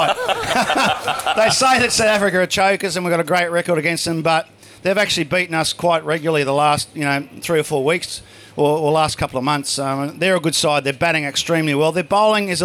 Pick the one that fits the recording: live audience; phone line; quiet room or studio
live audience